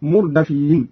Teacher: بفتح الدال اسم مفعول هكذا